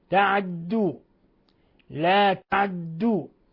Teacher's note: بإسكان العين مع تشديد الدال مضمومة